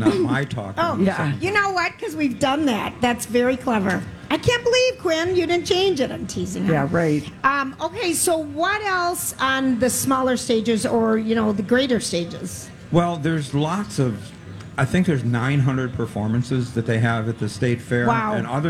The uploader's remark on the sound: Day 1 at the MN State Fair. Stops by the Chanhassen Dinner Theater Stage.